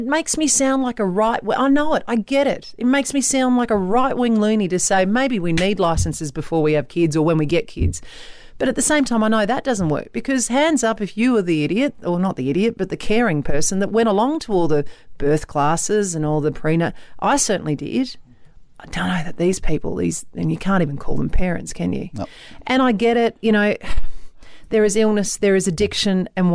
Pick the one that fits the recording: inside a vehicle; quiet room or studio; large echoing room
quiet room or studio